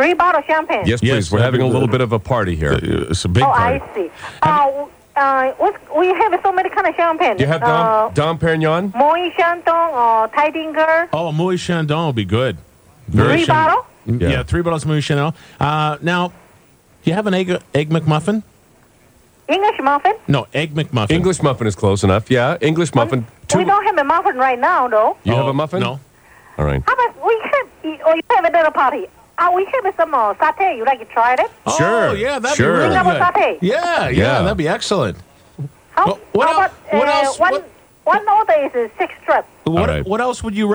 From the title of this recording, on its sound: phone call